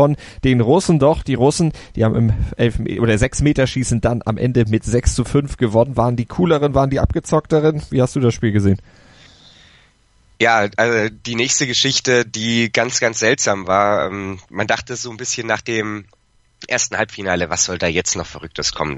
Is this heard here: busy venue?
no